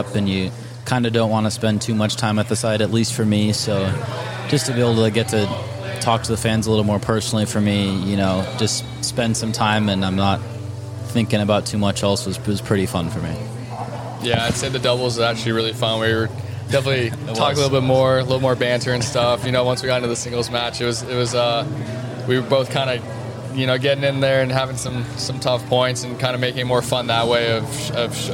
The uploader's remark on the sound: A three-day tennis event held in Waikiki, Hawaii. This interview was recorded in the lobby of the Outrigger Reef, which was the 2022 Official Resort & Hotel Partner of the Waikiki 株塾 Cup.